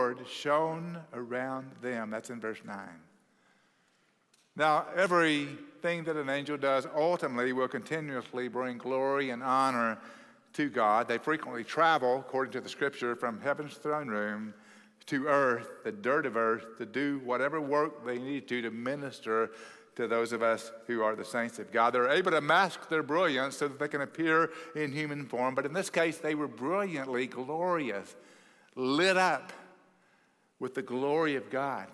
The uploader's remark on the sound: at Cross City Church in Euless, TX